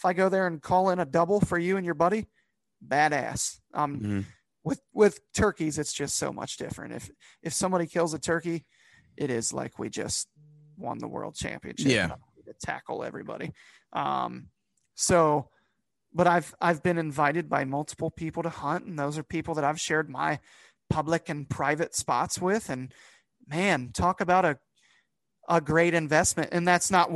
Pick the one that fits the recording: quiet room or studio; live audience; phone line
quiet room or studio